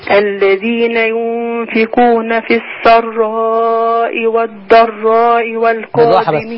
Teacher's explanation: السراء والضراء فيها مد متصل هيتمد اربع حركات